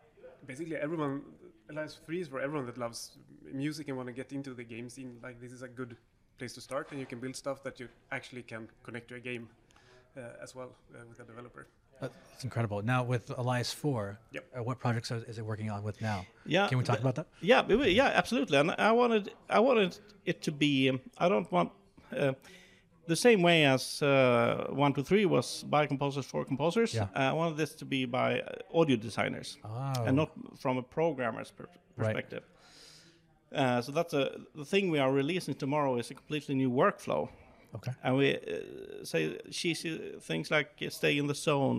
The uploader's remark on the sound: UncleDad Live at GDC 2022 in San Francisco